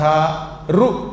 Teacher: ఈ నాలికెళ్ళి పైకి టక్కు తగులుతుంది, అందుకని మూర్ధన్యములు అన్నారు